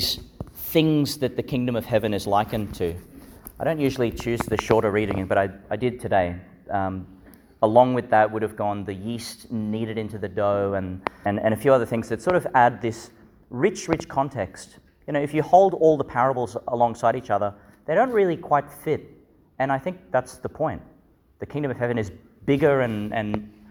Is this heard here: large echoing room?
yes